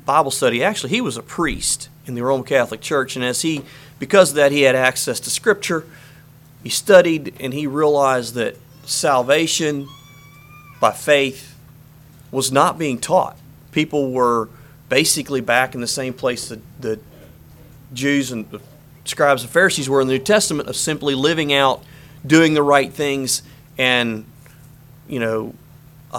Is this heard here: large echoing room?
yes